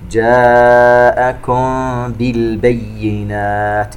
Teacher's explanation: ميم ساكنة وبعدها حرف الباء إخفاء شفوي